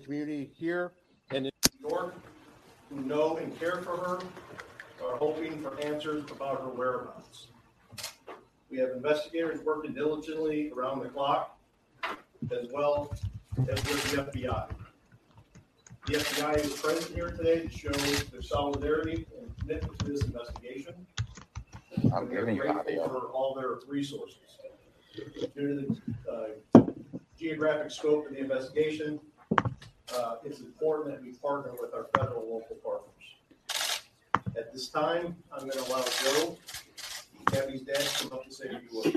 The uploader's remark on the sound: FBI and North Port Police Press Conference